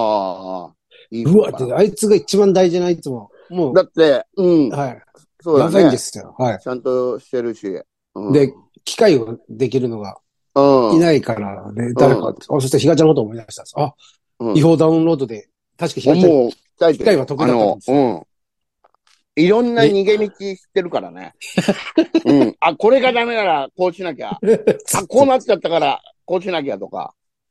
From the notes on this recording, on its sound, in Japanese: ZOOMで収録